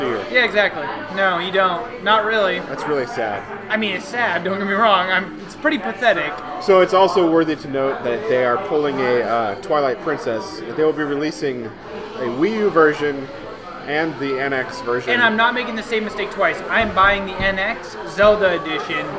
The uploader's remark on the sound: The guys are live from Fortside Brewing which is probably the closest they’ve been to their houses this entire time.